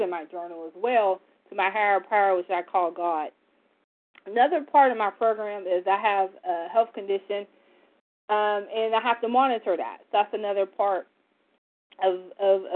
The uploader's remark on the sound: from the 100 Pounders Phone Meeting, 1/24/24